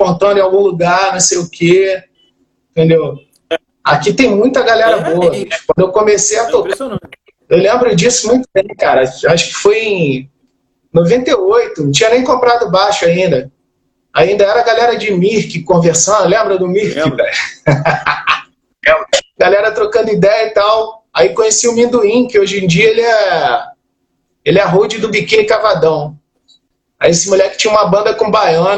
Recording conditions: video call